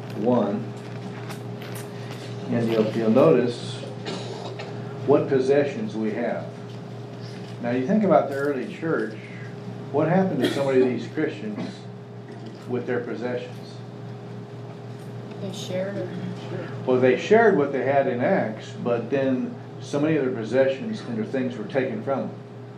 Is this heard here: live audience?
yes